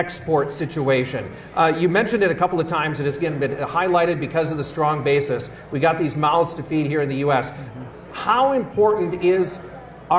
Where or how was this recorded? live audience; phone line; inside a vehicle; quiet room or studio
live audience